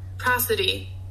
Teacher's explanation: It's spelled with a D but pronounced with a T.